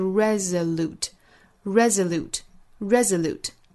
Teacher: 这个词重音在第一个音节哈，要注意发音是 resolute。Resolute，并且要注意这里面的字母 s 读成相对的浊音 z。Resolute。If we remain united andresolute，后面 then we will overcomeit。Will 和 over 之间有舌侧音和元音的连读，我们仔细听女王在这里面其实是有一个